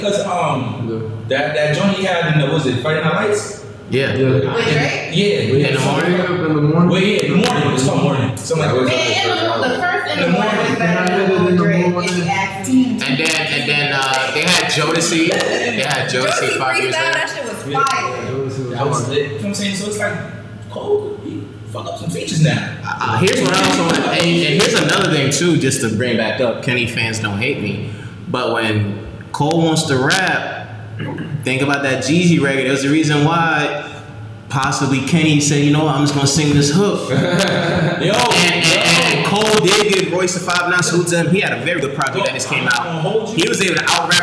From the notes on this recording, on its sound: Let me say sorry for the audio quality! It got worse over the course of loading and editing along with downloading.